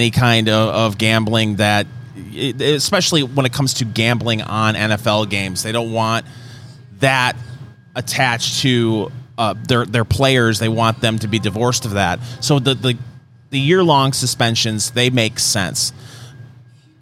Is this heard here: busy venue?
yes